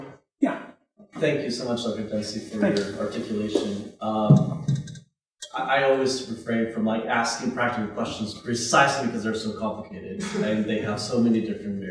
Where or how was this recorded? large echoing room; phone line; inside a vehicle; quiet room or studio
large echoing room